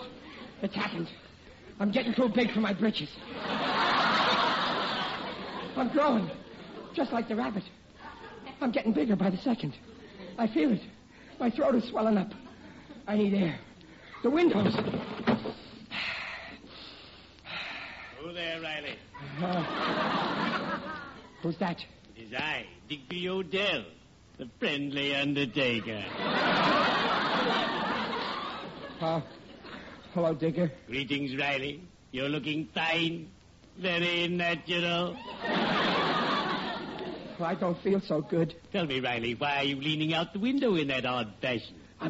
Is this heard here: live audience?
yes